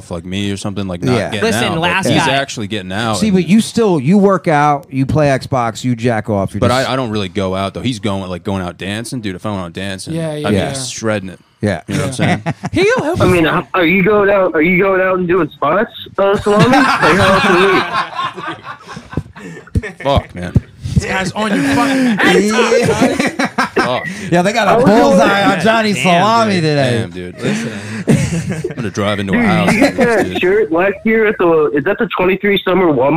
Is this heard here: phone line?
yes